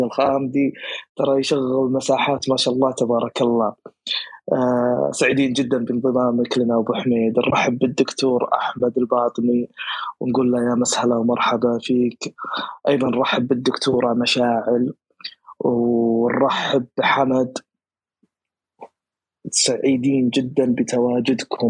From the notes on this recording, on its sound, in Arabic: تسجيل لمساحة ابن رشد الأسبوعية على منصة تويتر